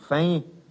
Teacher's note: Als letzter Buchstabe in einem Wort geht das N, wie gesagt, zuweilen verloren und nur durch eine Nasalierung wird noch ausgedrückt, dass es einmal da war